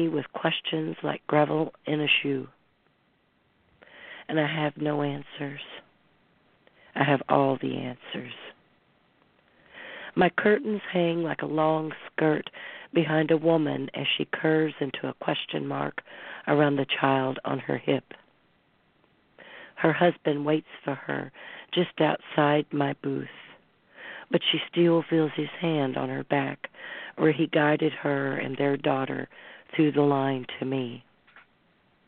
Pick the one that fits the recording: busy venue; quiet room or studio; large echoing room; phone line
phone line